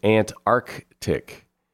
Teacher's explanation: You're supposed to pronounce that hard C in the middle.